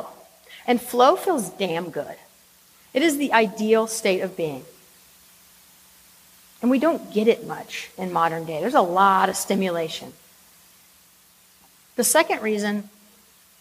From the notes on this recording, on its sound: This is a recording of a talk. At FlightBridgeEd's #FAST19 symposium.